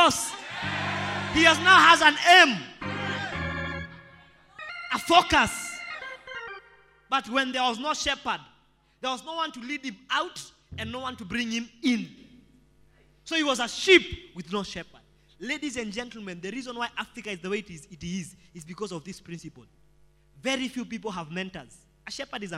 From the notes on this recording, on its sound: preached during our Sunday service